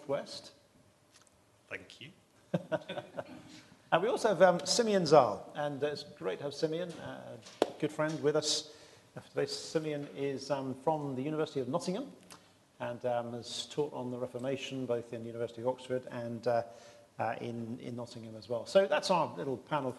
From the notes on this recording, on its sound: This GodPod was recorded as part of a Reformation Symposium hosted by St Mellitus College last month.